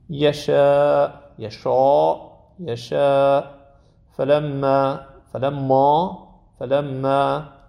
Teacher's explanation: چون حروف استفاله استعلا نداره الفش هم ترقیق داره